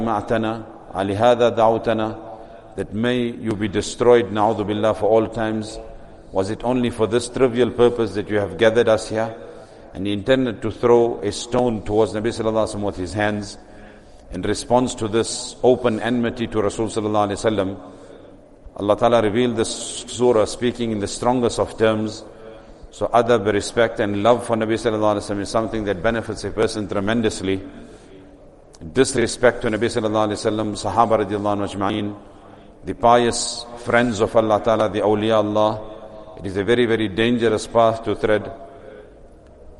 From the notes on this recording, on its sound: Recorded at greensidemasjid.